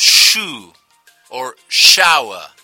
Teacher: Now, think also of shoe or shower. That's the voiceless version of yeísmo.